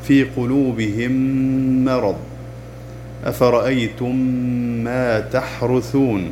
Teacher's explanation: ندغم الميم الساكنة في الميم المتحركة بعدها للتماثل · Term: الإدغام الشفوي